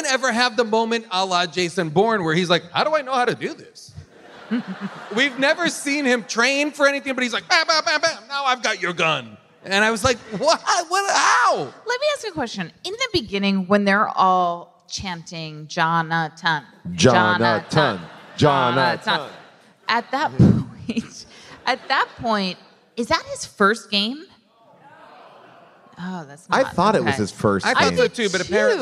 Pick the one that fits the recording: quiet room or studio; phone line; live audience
live audience